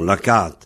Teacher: c'est un A un peu long, lacat. Parce que le A de at et le A de K se confondent · Term: A long